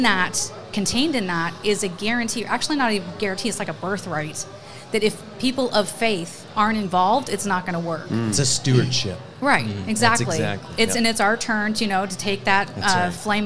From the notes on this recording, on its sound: broadcast live from the Hamilton County GOP Lincoln Day dinner